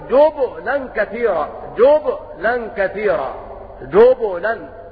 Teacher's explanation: وقرأ ابن عامر وأبو عمرو بضم الجيم وسكون الباء مقلقلة